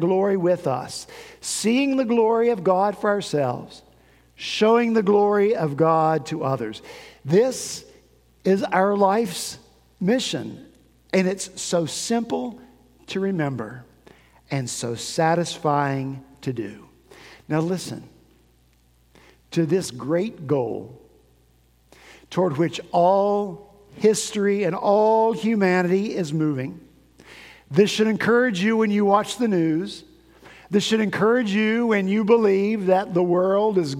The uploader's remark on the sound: At Redeemer Presbyterian Church in Charleston, SC